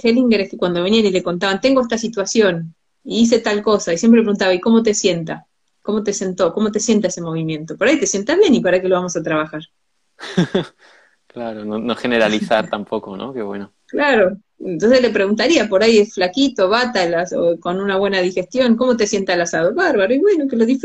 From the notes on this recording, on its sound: Instagram live